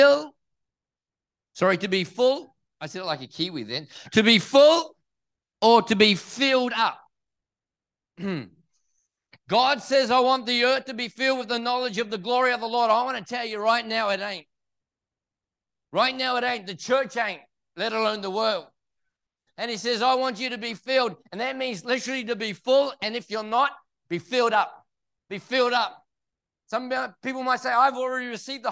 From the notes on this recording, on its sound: This message was recorded at Neuma Church, Perth in May 2023.